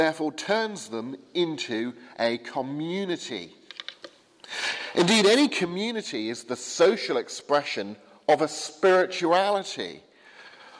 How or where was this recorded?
large echoing room